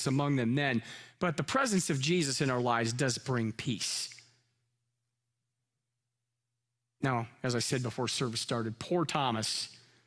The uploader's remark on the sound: Live from our Celebration Ministry Center